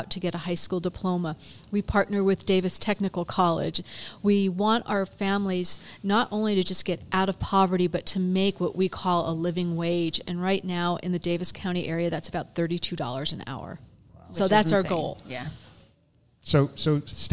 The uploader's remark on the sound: we are back at Tucanos Station Park in Farmington for a podcast and soda social